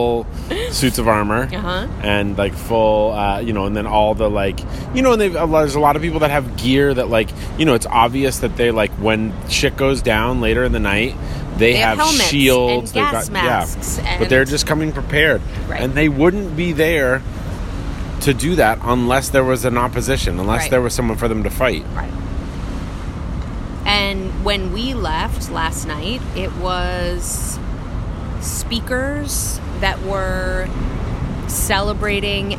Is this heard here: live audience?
no